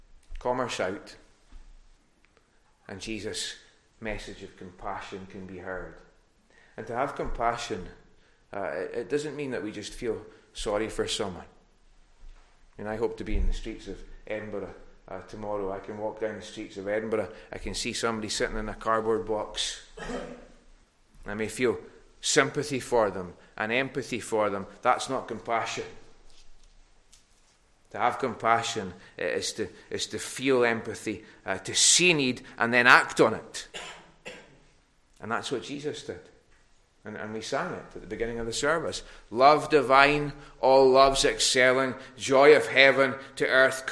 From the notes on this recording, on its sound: recorded at North Harris Free Church on the morning of Sunday 24th April 2022